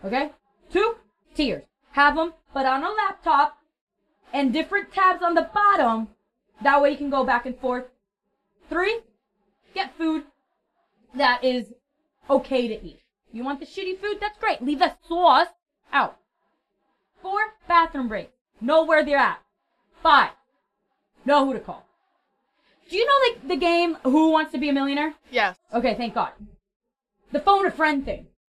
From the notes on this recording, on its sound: It's a poopshow, so naturally the audio is a bit off the first episode.